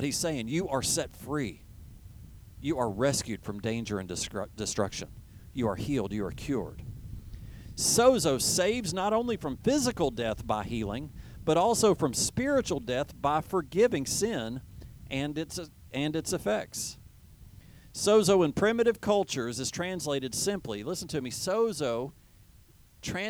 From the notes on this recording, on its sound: teaches outside at a Drive-In Service due to COVID-19